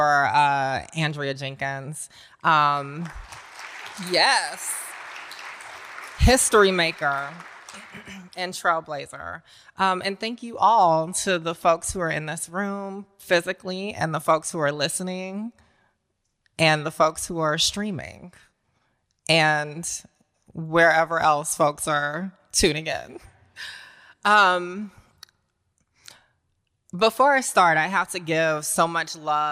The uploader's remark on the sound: Westminster Town Hall Forum. This talk was recorded in front of a live audience at Westminster Presbyterian in downtown Minneapolis, Minnesota.